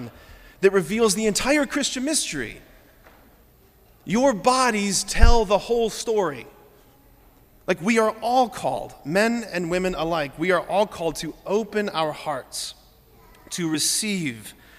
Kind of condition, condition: setting, large echoing room